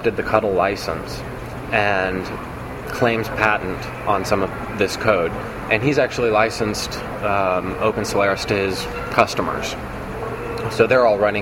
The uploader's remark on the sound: at the LinuxWorld Expo in Boston.